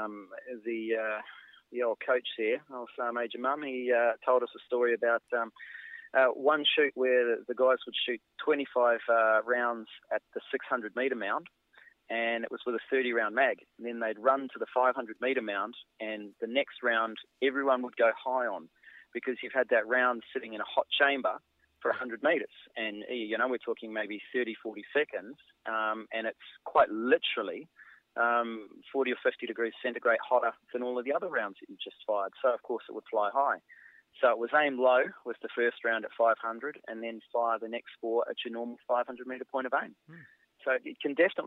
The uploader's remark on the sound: we also have a quick phone interview